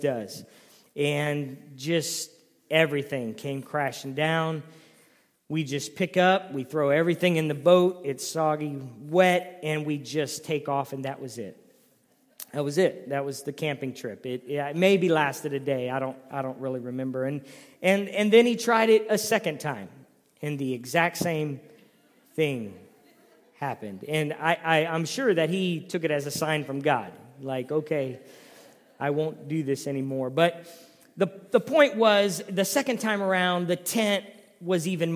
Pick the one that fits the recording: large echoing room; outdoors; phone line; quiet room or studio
large echoing room